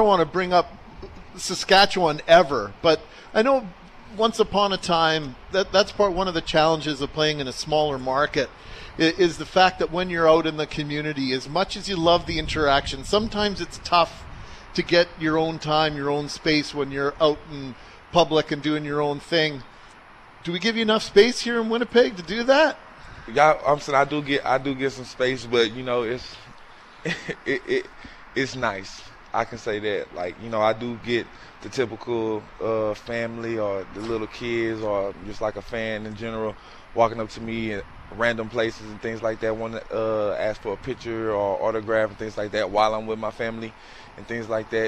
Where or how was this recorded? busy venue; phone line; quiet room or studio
busy venue